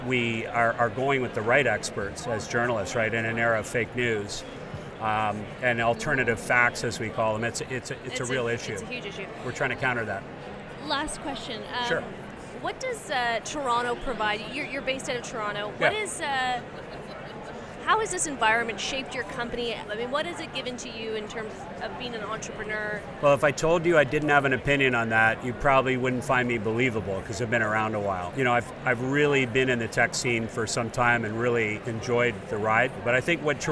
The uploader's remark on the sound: On location at Collision tech conference in Toronto